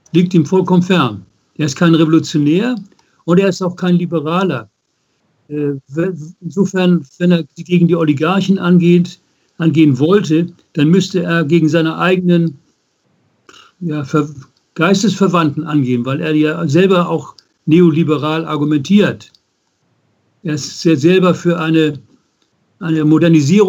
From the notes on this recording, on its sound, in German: Ungeschnittenes Interview als Audio-Podcast. Per Skype.